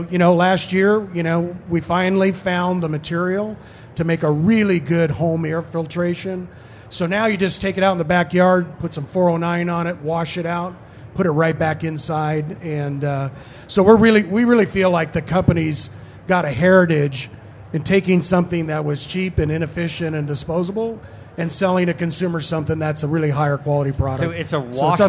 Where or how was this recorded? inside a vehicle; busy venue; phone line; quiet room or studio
busy venue